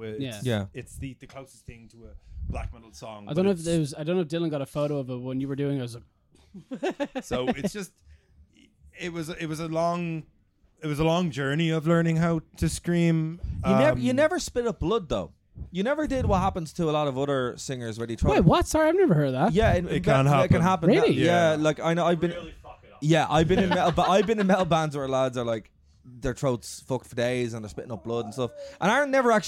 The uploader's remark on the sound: This episode was recorded backstage at Lost Lane about 5 minutes after tha band finished their fantastic set